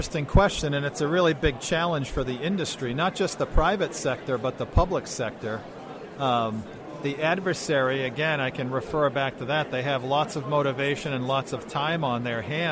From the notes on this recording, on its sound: Both interviews were recorded earlier this year at InfoSec 2018.